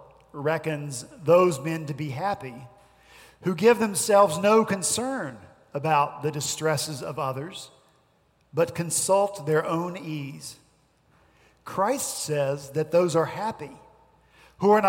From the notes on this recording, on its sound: at Redeemer Presbyterian Church in Charleston, SC